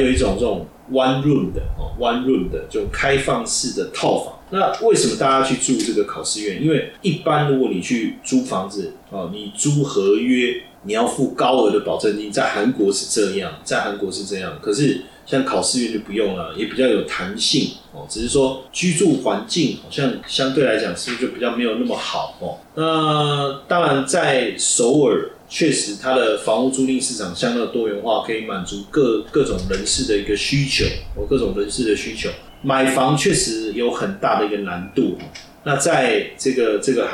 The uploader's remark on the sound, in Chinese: 本集錄製設備故障聲音品質不佳再請見諒